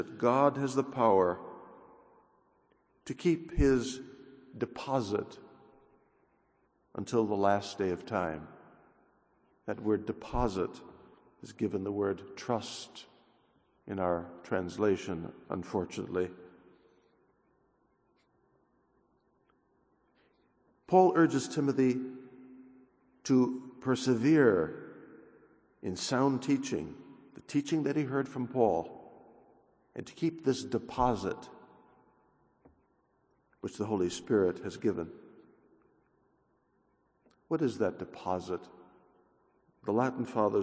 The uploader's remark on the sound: 6:30 a.m. OF Mass